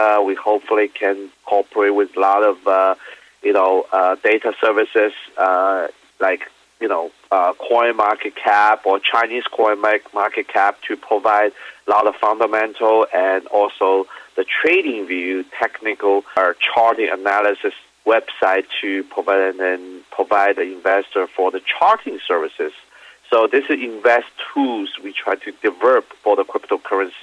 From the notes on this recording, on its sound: called in to SmallCapVoice.